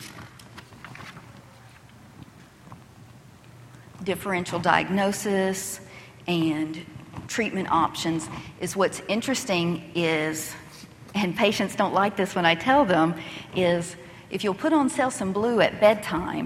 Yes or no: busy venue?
yes